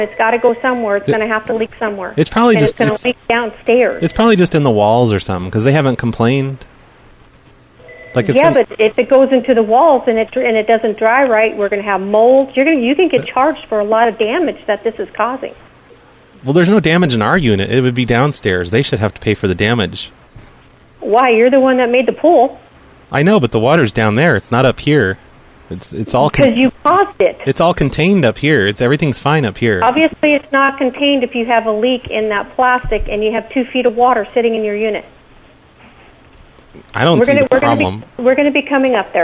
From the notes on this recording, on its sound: …'s Personal Prank Phone Calls Collection.